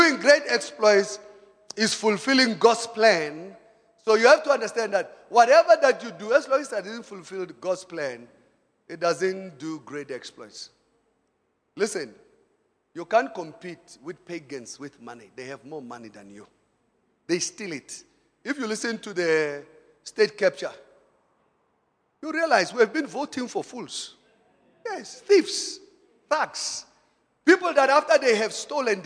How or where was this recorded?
large echoing room